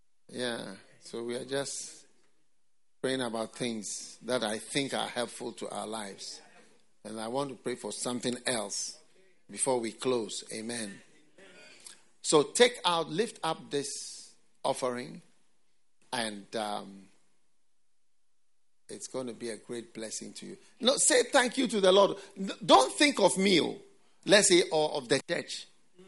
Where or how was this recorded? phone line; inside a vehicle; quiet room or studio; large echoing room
large echoing room